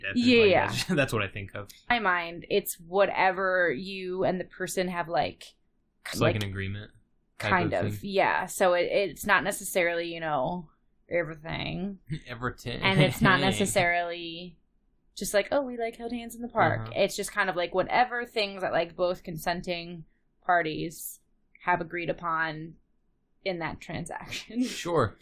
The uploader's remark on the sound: For now, enjoy this finely tuned podcast with corrupted audio. No, seriously, the audio went haywire on us.